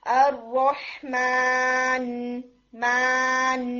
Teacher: आप लॉन्गर गुन्ना नहीं करेंगे, ज्यादा देर वहां नहीं ठहरेंगे, लेकिन एटलीस्ट आपकी नून की आवाज प्रोमिनेंट हो, ऐसा ना लगे कि जैसे आपने नून अदा ही नहीं किया।